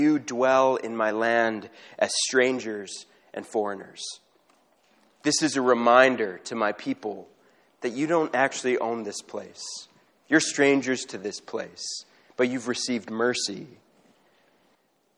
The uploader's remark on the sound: Apologies - the first few minutes of the audio were cut off.